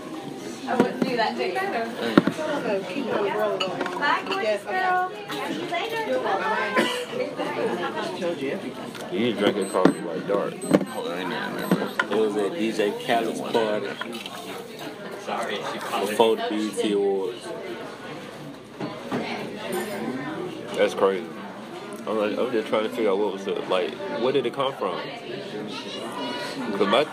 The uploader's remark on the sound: We continue our special behind the scenes of The Paid In AmeriKKKa Tour series. This week we press record while sitting at an IHOP in Tallahassee, Florida.